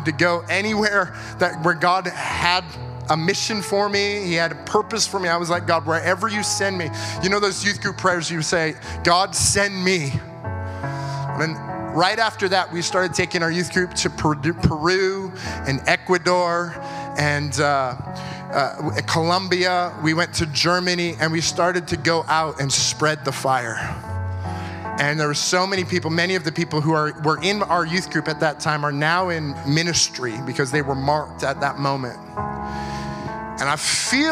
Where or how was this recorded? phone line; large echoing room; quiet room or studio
large echoing room